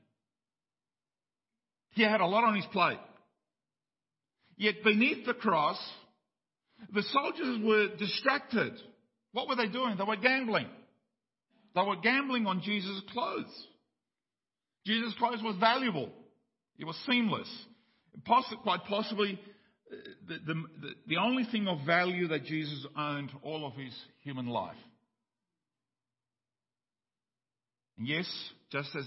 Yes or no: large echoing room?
yes